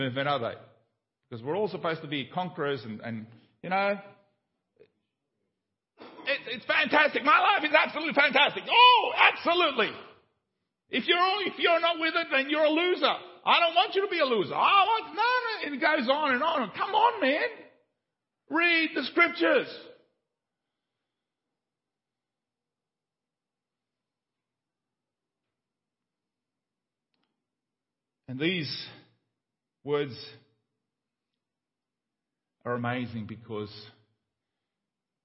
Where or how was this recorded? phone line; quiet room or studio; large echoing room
large echoing room